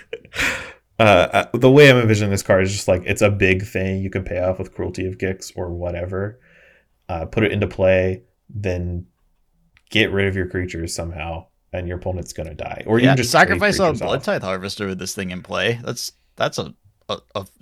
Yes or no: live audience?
no